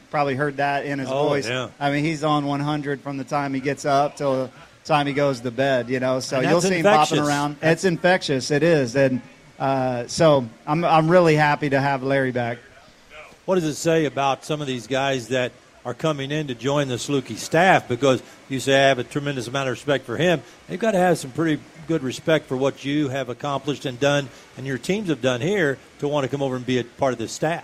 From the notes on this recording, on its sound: outside of Saluki Stadium for Sportsvoice on Location